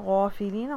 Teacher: غین جو ہے وہ بھاری لیٹر ہے، او کی ساؤنڈ لے کے آئیے